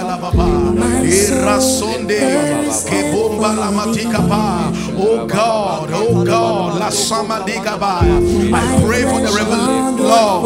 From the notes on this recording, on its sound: Preached at the FLOW Church.